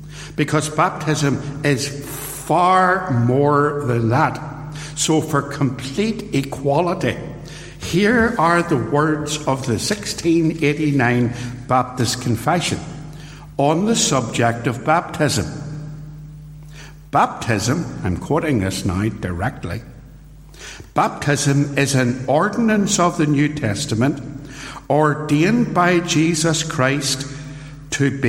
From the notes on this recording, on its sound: In this short extract from a sermon preached at Templepatrick Reformed Church.